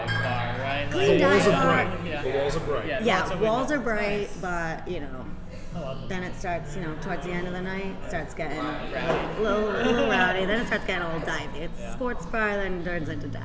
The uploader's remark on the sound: at The Thirsty Beaver in Cranston, Rhode Island